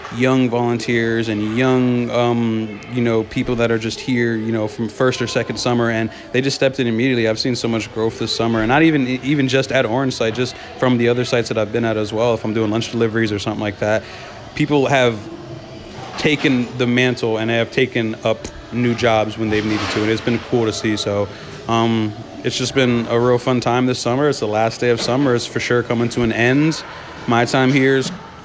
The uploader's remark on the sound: I'm live at Orange site for our last day of summer camp, and for PROM. Hear from participants and staff alike as I go around and collect perspectives and thoughts.